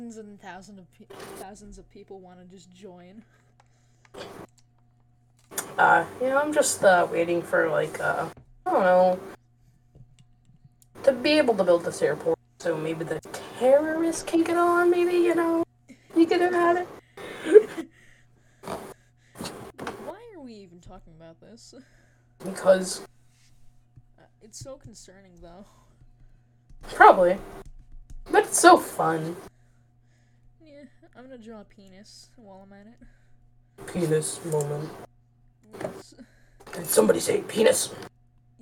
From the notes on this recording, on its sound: Sorry my mic is quiet.